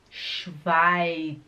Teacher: Tem que fazer esse ts, porque o Z no alemão ele faz som de ts. Imagina sempre uma Coca-Cola se abrindo.